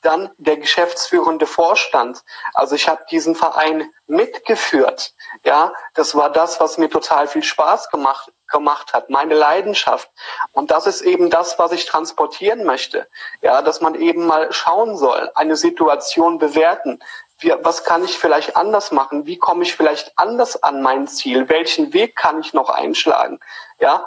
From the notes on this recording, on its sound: Höre Dir hier das Insta-Live Interview.